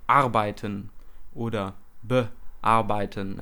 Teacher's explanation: Ja, bei bearbeiten hört man das eben sehr gut, weil zwischen be und arbeiten entsteht so eine kurze Pause, wo man eben keinerlei Ton erzeugt, denn dann muss eben erneut dieser Druck aufgebracht werden, um die Stimmlippen zu sprengen.